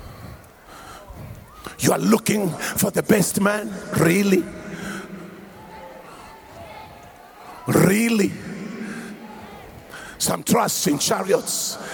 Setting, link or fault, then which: setting, live audience